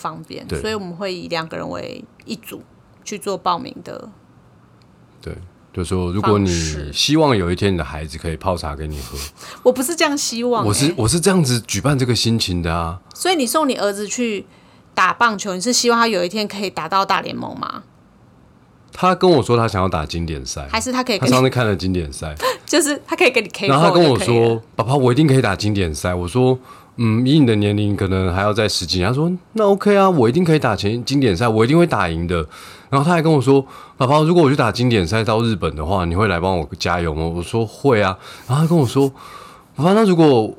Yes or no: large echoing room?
no